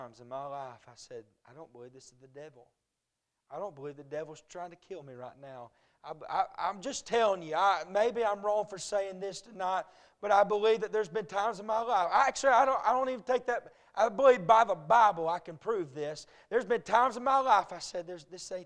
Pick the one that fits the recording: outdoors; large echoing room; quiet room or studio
large echoing room